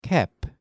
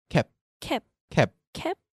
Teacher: But in Korean, if you write the word, the English word in Korean, which would be cap, Korean people don't open their mouth again to pronounce the P at the end or the B at the end. · Shown in: second take · So it becomes cap.